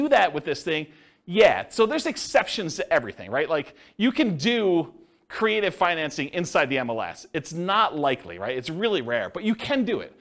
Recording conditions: live audience